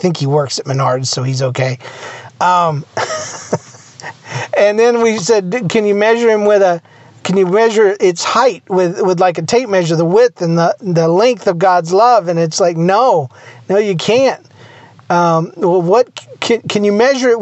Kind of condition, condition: setting, inside a vehicle